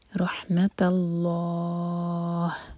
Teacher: یرجون رحمت اللہ، انشاءاللہ تا لائٹ، جب لام جلالہ سے جوڑیں گے تا کو ہیوی نہ ہونے دیں